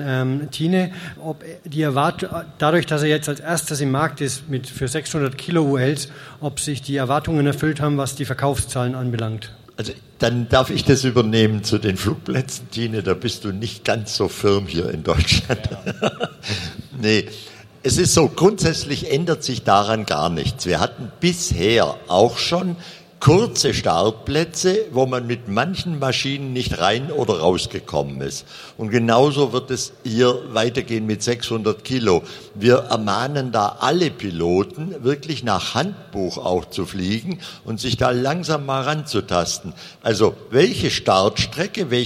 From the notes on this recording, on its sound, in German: Mitschnitt der Podiumsdiskussion auf der AERO 2019 mit Vertretern von DULV, DAeC, Pipistrel und Flight Design.